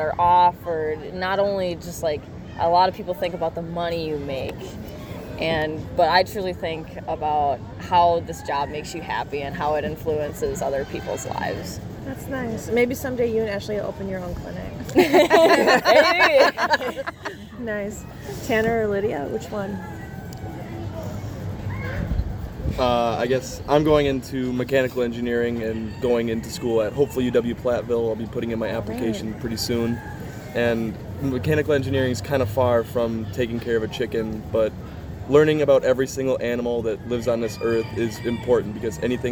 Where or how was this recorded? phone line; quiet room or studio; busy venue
busy venue